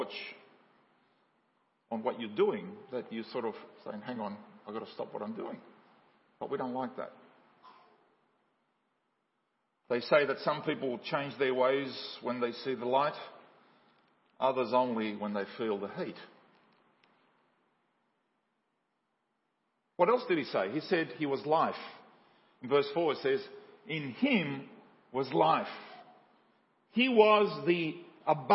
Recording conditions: large echoing room